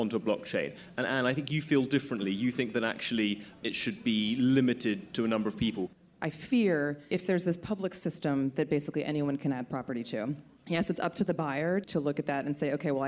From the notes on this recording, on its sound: at the FT’s recent Weekend Festival in London